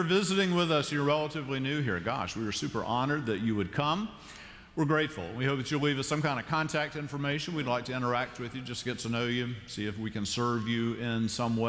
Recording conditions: large echoing room